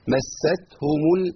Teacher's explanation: لابد من الهمس لازم تطلع نفس عشان تطلع حرف التاء